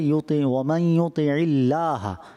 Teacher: اللہ کے لام سے پہلے جب زیر آ جائے تو اس کو پھر باریک پڑھتے ہیں، تو اس کو پڑھیں گے یوتی ومن یوتی اللہ، لا کریں گے تو یہ موٹا ہو جائے گا۔